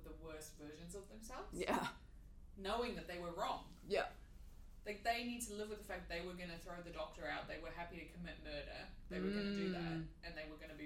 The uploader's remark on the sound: Apologies the sound is a bit dodgy on this one, but hang in there! We acknowledge Māori as tangata whenua of Aotearoa New Zealand, where we record.